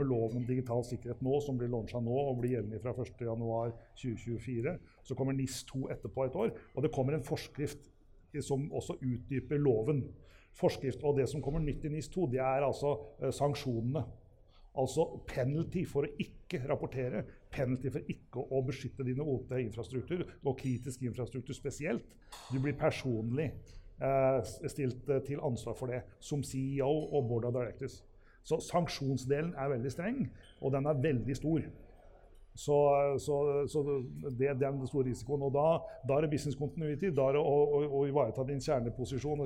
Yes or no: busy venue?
yes